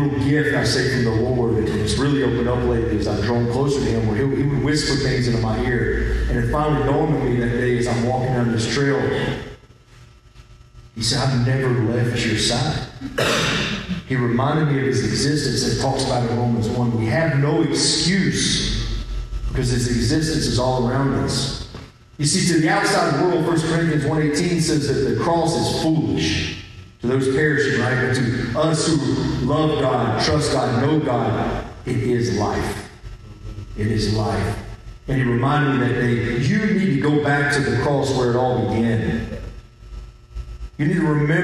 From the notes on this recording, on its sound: This episode was taken from the LIVE Wrestling For The Faith service in McDonald, TN!